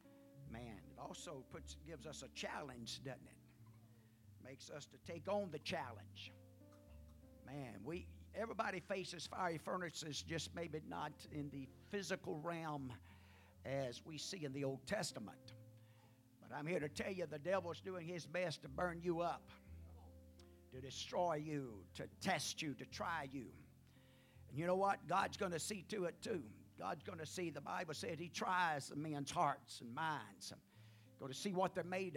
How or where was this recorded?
large echoing room